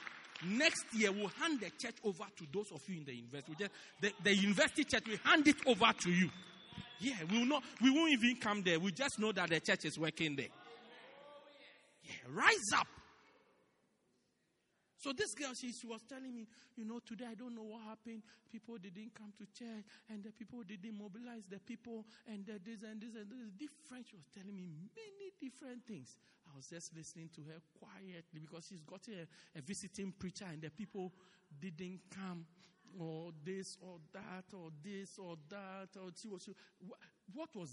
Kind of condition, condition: setting, large echoing room